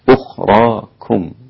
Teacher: ترقيق الكاف عند القراءة لأنها مضمومة وحرف رقيق